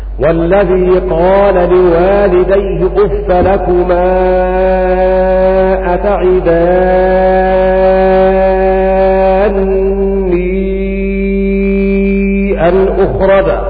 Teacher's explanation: قرأ هشام عن ابن عامر بإدغام النون في النون، ويترتب على ذلك أن يمد مدا مشبعا بمقدار 6 حركات، لأنه أصبح مدا لازما. · Term: مد لازم